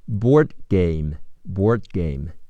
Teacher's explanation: 听力中 board 的的会失去爆破，不读出来